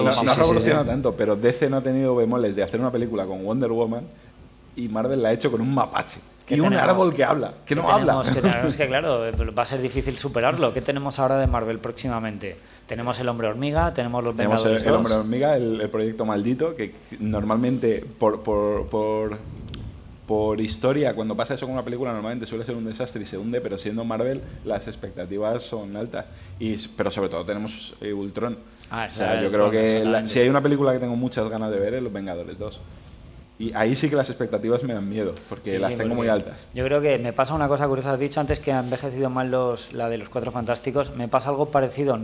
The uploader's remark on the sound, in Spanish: Desde el Salón del Cómic de Alicante 2014. Se celebraba en Alicante el Primer Salón del Cómic, Alicomic, en el recinto ferial IFA de Alicante.